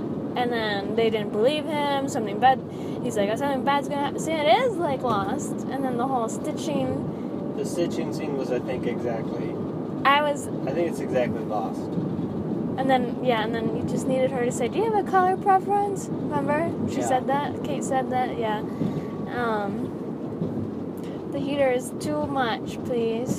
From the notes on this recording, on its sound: If the audio sucks it’s because I recorded it via voice memo on my iPhone